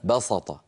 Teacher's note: كنا نتكلم قبل الفاصل عن الفعل ويبسط الذي في آخر آية قرأناها، وقلنا بأن هذه الأفعال أصلها في اللغة بالسين بسط، ولكن بعض العرب تفخم السين بسبب مجاورة الطاء فيقولون بسط.